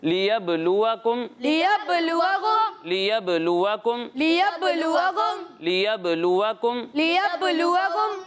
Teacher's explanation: با حروف کلکلہ میں سے ہے، اور جب حروف کلکلہ ساکن ہوں تو ان میں کلکلہ خوب ظاہر ہوتا ہے. ٹھیک ہے، تو یہاں پر آپ نے کلکلہ ظاہر کرنا ہے، آواز لوٹتی ہوئی محسوس ہونی چاہیے.